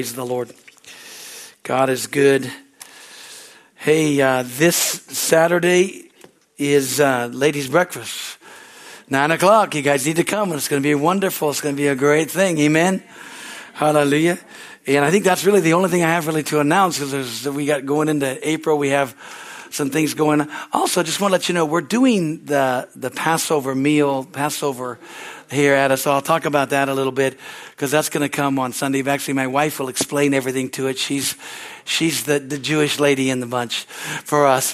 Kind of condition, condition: setting, large echoing room